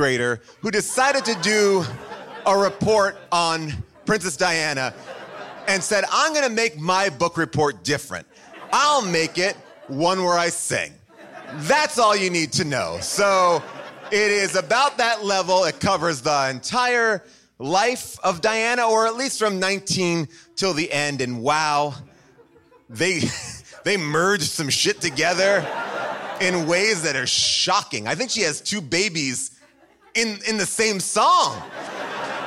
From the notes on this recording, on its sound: Recorded live at the Largo in Los Angeles